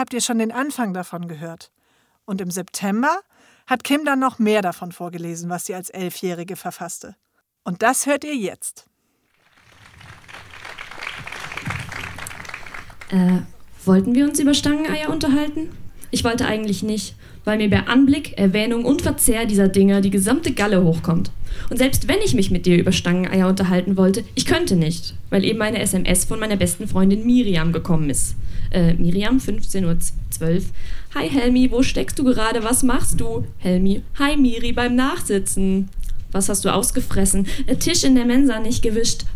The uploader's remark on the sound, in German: Ausschnitte aus der Veranstaltung vom 03.09.2020 im Kulturhaus Insel der Jugend, Berlin. Liveshow am 03.09.2020 im Kulturhaus Insel der Jugend, Berlin. Heißen Dank an das Kulturhaus Insel, unser tolles Publikum.